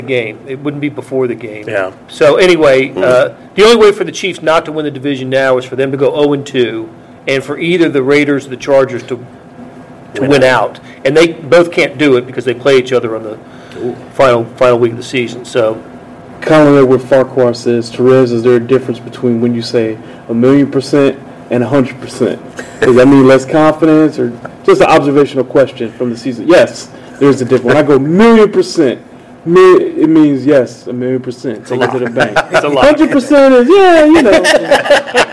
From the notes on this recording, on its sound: live from Arrowhead Stadium